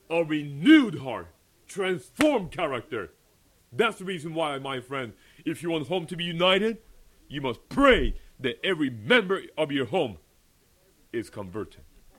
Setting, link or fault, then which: setting, large echoing room